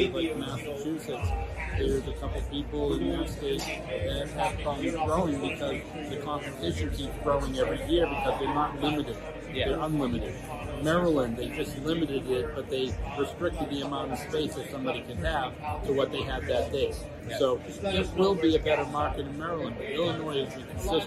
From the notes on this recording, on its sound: In this episode, I feature an interview that I captured during the Benzinga Cannabis Capital Conference 2023. Following a session’s conclusion, I conducted an impromptu interview.